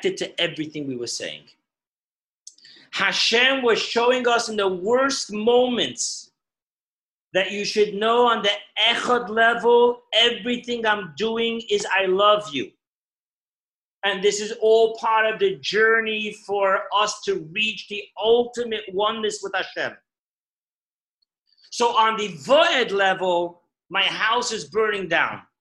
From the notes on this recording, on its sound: Zoom Parsha Class